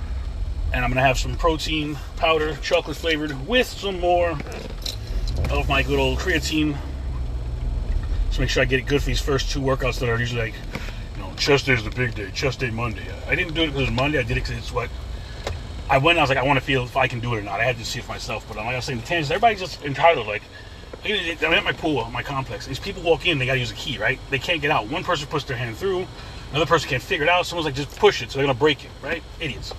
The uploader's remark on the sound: In this CarCast